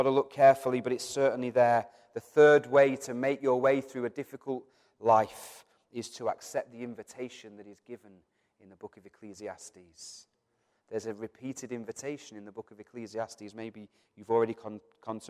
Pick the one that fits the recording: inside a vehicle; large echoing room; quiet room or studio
large echoing room